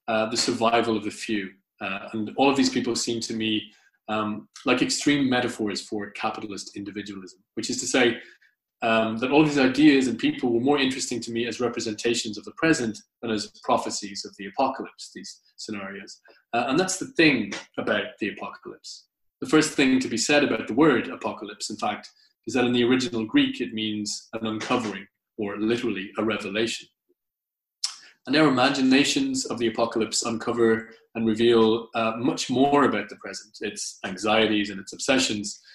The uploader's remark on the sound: Recorded at the very first online 5x15 event on April 20th 2020